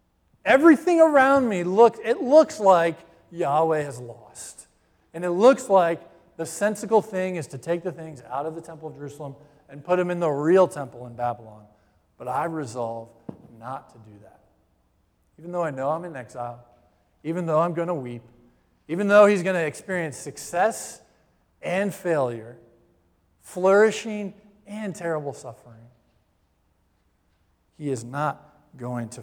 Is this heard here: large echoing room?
yes